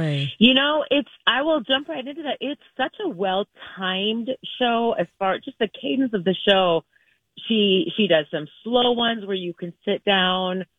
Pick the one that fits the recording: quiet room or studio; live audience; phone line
phone line